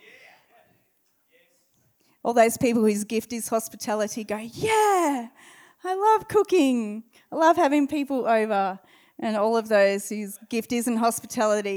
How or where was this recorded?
large echoing room